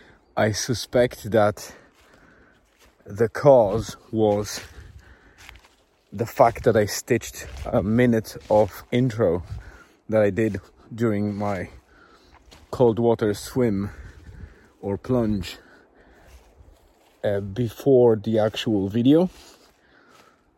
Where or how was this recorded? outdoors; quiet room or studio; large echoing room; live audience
outdoors